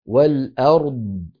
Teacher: فنأتي بالراء ساكنة بينية ونأتي بالضاد ساكنة رخوة، نعطي كل حرف حقه.